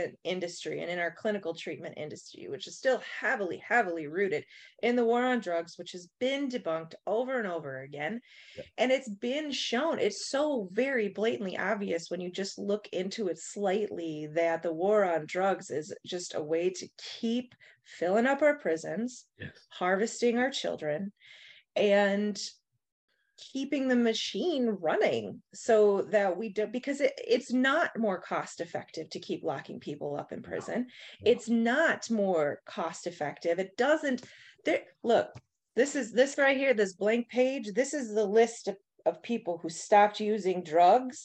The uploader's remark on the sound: In Raleigh, NC and Appleton, WI on Zoom.